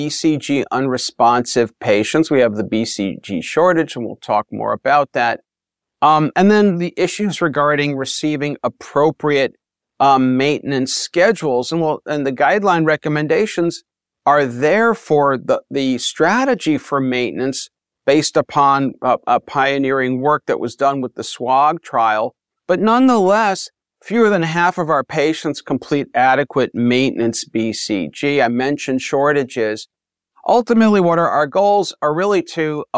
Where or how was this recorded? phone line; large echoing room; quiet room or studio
quiet room or studio